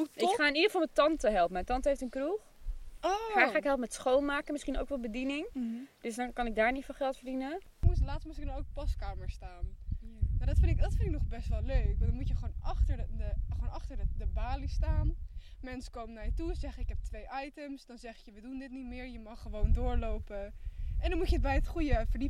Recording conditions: wind noise